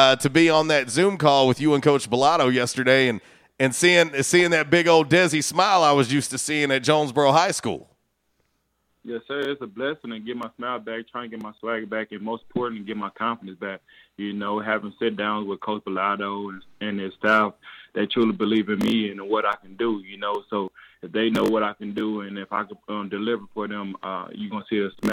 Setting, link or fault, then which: link, phone line